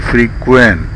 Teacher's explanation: When adjective, say frequent with a stressed beat vowel and the first vowel of about. When verb, say frequent with bit vowel and a stressed bed vowel. · Term: Stress patterns